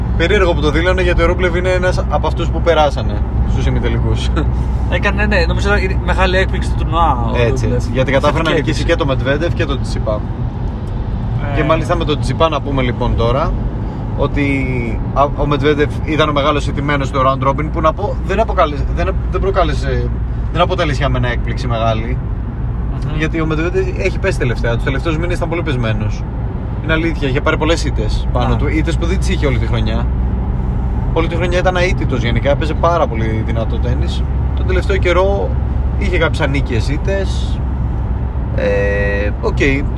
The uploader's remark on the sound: Car edition